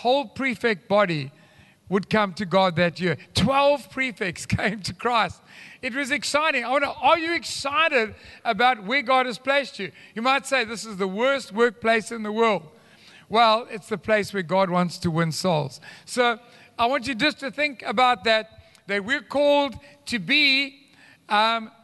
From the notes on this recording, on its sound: Recorded live on Sunday the 9th October 2022